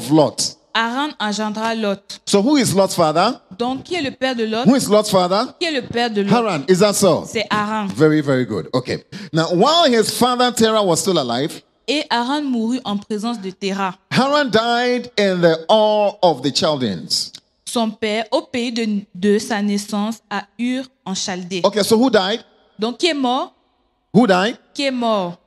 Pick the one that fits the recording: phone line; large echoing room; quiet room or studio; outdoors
large echoing room